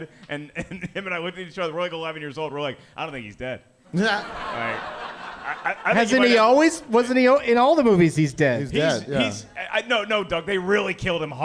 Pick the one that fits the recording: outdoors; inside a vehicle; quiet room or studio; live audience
live audience